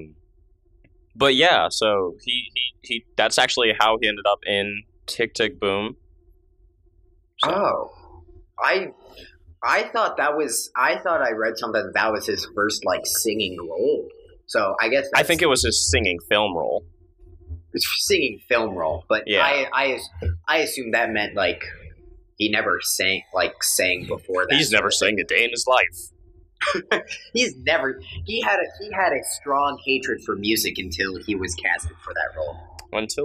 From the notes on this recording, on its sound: This first episode had some audio issues